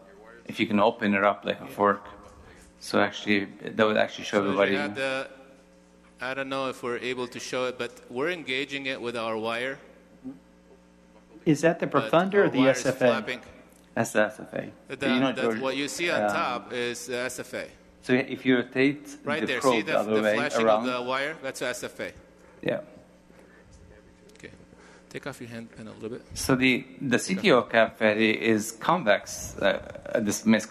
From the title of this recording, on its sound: Live Case Presentation from AMP 20